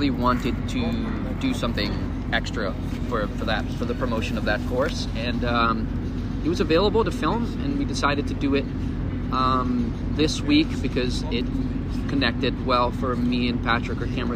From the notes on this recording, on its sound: Recorded in Washington Square in New York City. We recorded on location from the “chess tables” at Washington Square Park.